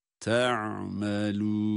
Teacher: Ayin harfini belirttik. Sonra da meddi arız olması itibariyle de dört elif miktarı kadar uzatıyoruz. Ama sondaki nun harfinin gunnesini mutlaka belirtmemiz lazım.